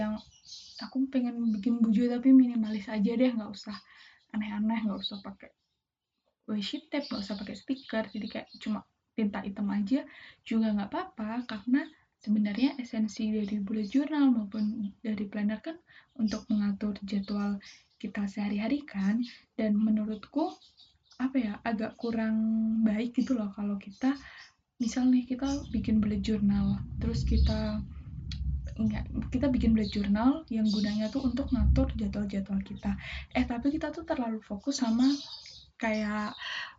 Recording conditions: sounds in the background